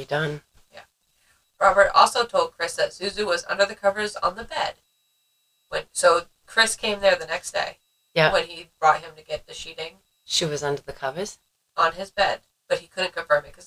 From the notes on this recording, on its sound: Sorry for the sound we just got a new mic and for some reason it was not working with the mixer which was not noticed until the editing process. It is like we recorded with only one mic.